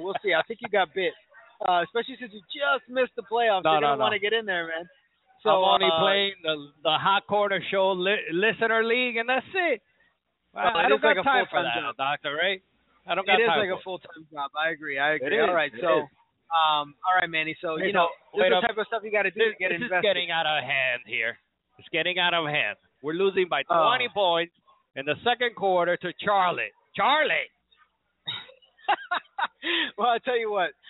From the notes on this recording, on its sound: Broadcasting & Recording LIVE from the Kendall SPORTS GRILL on Kendall Drive and 97th Avenue.